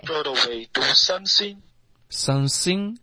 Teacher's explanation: 这个 some 的 m 的音好像没有合上嘴唇，后面的 thing 你发成 sing 了